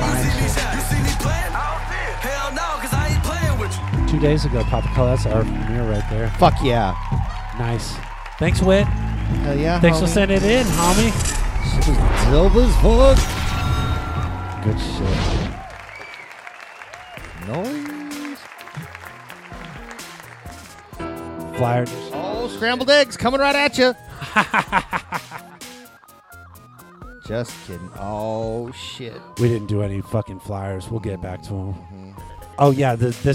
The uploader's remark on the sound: Filmed in front of a live Studio Audience